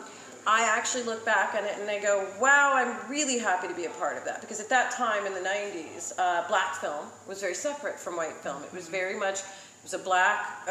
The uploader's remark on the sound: Recorded at Blerdcon 2019 in Washington, D.C.